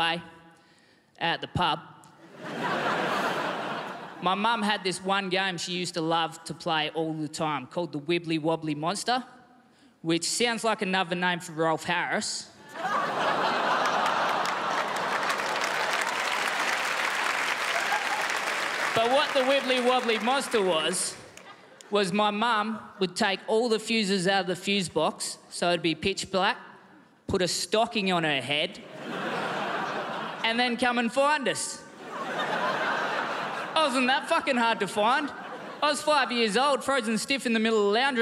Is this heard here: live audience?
yes